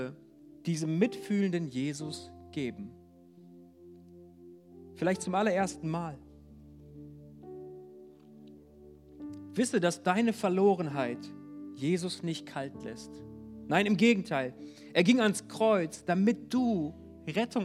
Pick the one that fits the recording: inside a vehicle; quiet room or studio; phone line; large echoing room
large echoing room